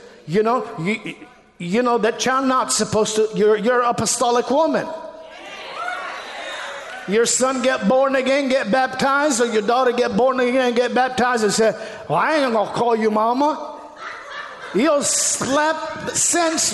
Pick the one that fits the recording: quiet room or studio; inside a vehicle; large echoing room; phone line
large echoing room